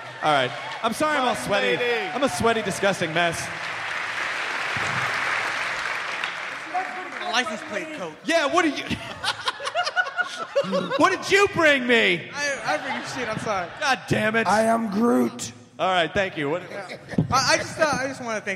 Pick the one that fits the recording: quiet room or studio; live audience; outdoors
live audience